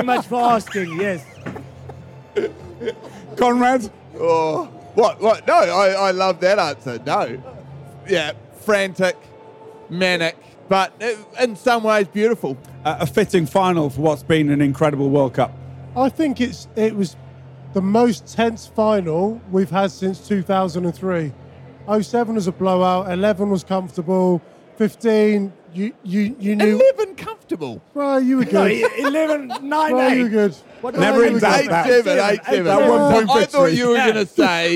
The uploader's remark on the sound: We record live from the World Rugby Awards in Paris after the World Cup final.